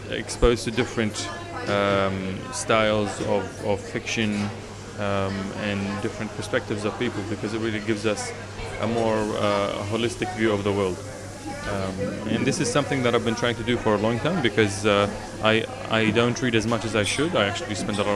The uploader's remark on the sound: This show we go out in the field (and over the phone sometimes) to interview a few of the book clubs around Sydney.